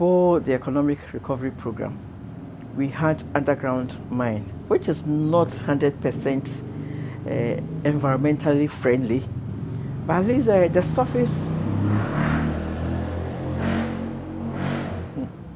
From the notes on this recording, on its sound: recordings of interviews captured during a May 2023 field trip to Ghana